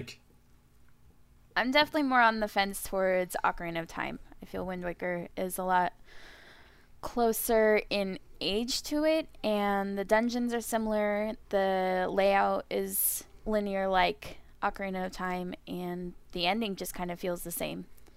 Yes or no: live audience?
no